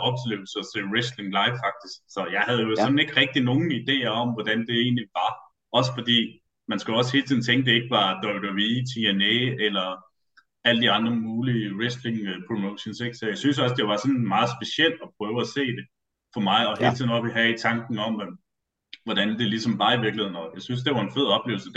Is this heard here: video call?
yes